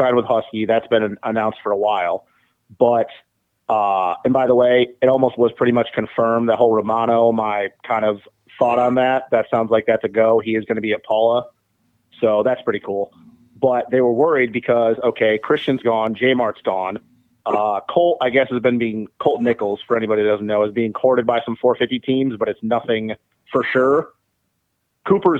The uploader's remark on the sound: Get on the phone.